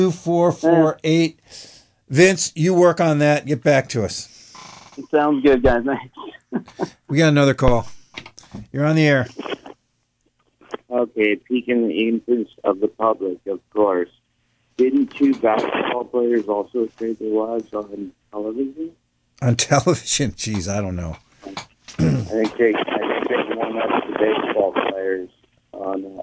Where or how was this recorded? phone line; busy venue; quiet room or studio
phone line